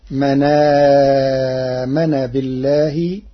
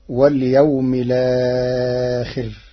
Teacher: بنقل حركة الهمز إلى الساكن قبله، فتصير من آمن بالله للتخفيف.